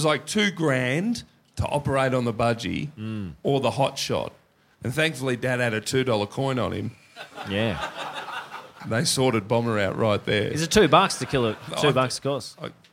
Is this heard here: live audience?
yes